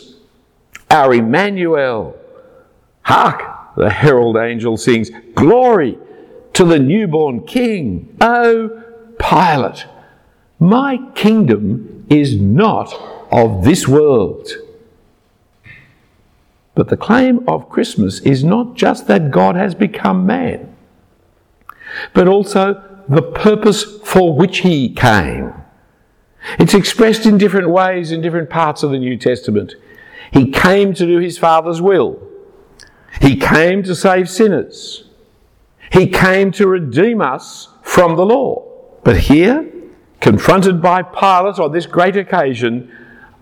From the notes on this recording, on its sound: A talk preached at Christ Church Durham at an evening Christmas Carols service. Passion For Life Conference across the UK.